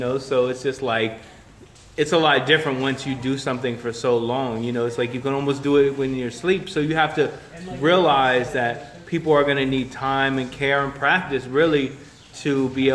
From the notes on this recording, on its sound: during the Graffiti Summer School class at Terracycle in Trenton NJ